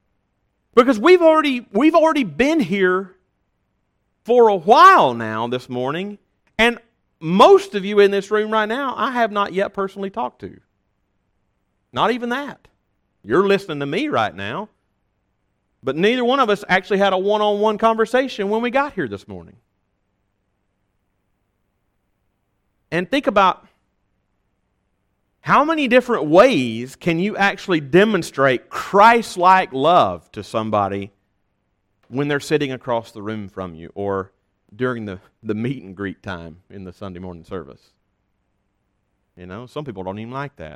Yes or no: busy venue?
no